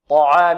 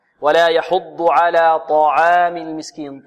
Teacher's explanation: طعام الطاء هنا مفخمة والعين مرققة